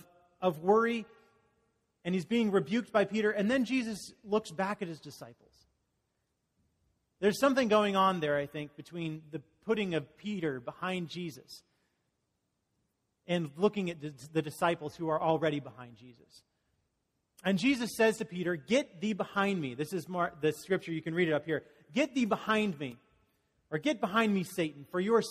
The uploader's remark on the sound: Message delivered during the Conteporary Worship service.